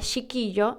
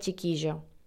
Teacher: la pronunciación de la che como sh · Shown in: first take